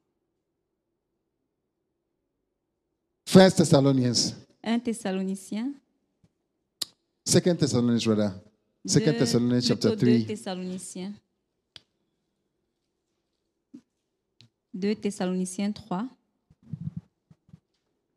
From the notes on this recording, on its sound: Preached during Joyful Hour Sunday Service Rabat